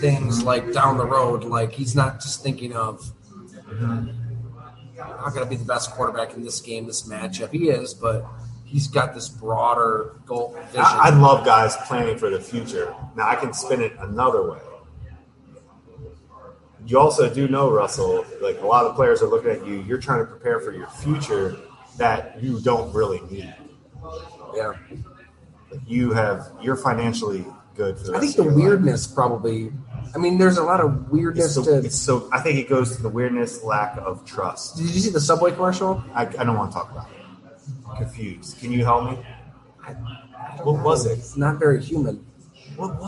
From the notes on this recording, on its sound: Live from Fattey Beer Company.